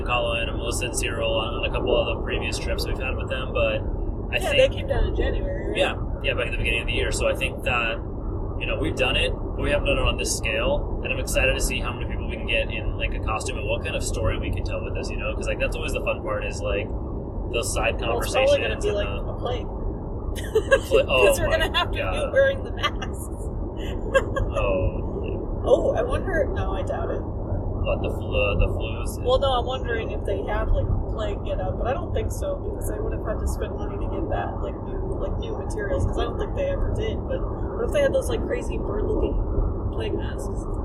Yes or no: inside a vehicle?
yes